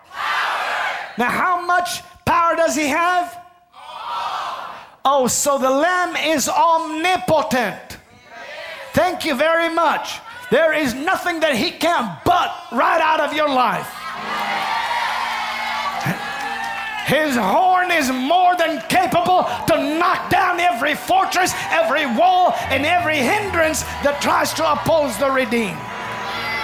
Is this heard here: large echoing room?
yes